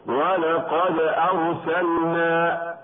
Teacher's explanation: الدال حرف قلقلة، واللام من أرسلنا لام فعل يجب إظهارها